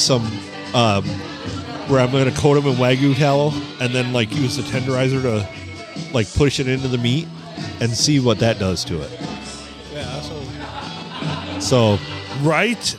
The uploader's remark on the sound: Recorded at the STD, where the music just kept getting louder and louder.